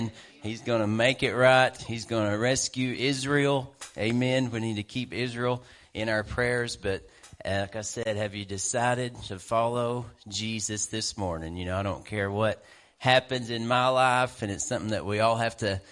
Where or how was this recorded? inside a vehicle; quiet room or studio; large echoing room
large echoing room